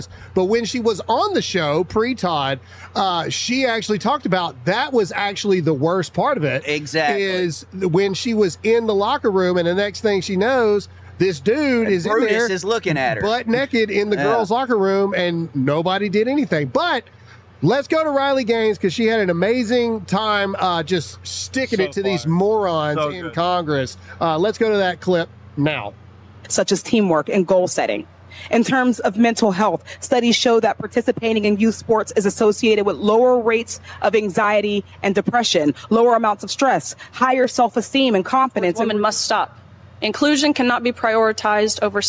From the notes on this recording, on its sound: LIVE FROM DEBATE STAGE. We're LIVE from Tuscaloosa for the 2nd place debates!